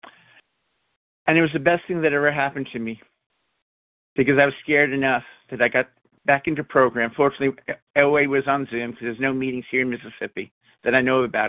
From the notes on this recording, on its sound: 100 Pounders Phone Meeting